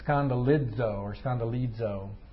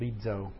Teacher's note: the Z in Greek is pronounced like a D-Z. So you don't say skandalizo, it's skandalizo or skandalizo.